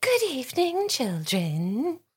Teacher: she has this breathy, girlish voice